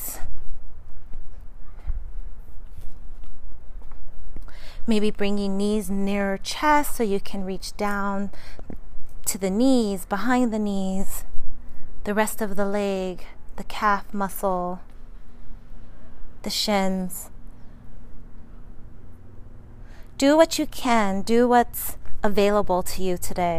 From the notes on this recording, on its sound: Today, we are live from sunny Las Vegas! Enjoying the great outdoors and practicing a much needed therapy session - on self!